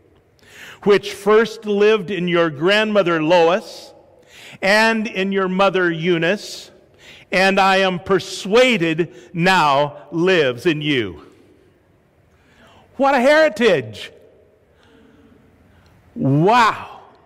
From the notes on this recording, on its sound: This is a live sermon preached at Sacramento First Church of the Nazarene Mother's Day 2019.